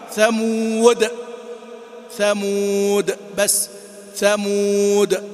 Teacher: يعني حرف المد مباشرة بدون ما تلونه بأي حركة